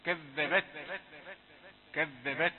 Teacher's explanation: لاحظ أن التاء كذبت تاء ساكنة أظهر صفة الهمس في التاء كذبت كذبت صفة الهمس هي صفة من صفات الضعف لكن مهمة لابد أن تظهرها وتظهرها بحقها يعني ما تعليهاش ما تزودش الصوت فيها.